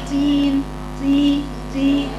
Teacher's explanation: بعض الناس بترققها وبتجر فيها نفس بتجر فيها صوت فتصبح كتاء